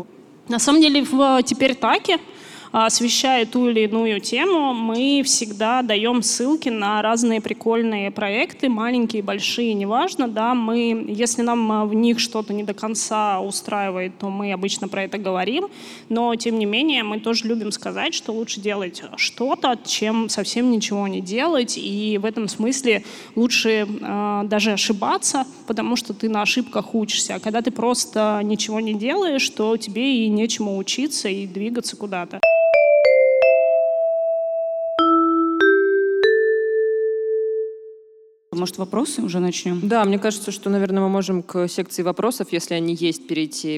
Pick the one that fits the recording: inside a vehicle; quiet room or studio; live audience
live audience